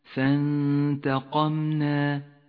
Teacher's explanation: النون الساكنة وبعدها حرف التاء تخفى النون بالتاء مع بقاء غنة للنون من غير تشديد · Term: حكم الإخفاء